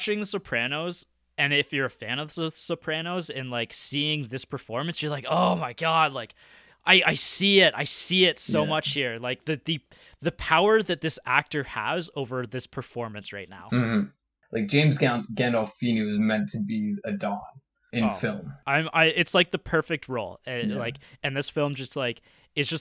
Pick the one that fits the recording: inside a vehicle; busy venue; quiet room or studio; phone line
quiet room or studio